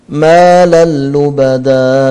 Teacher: تنوين بعده لام، إدغام كامل بلا غنة